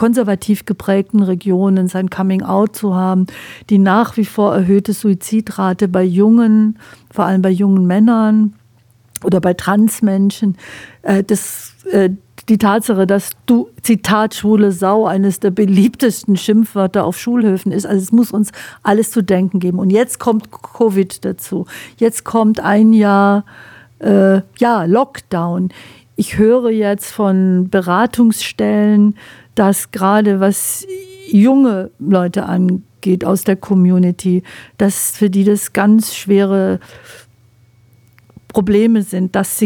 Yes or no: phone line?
no